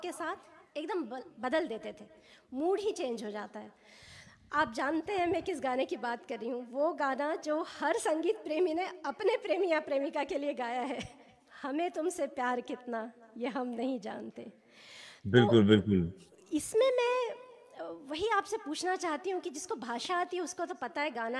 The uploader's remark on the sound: Our bay area artists and a live audience in Pleasanton, CA.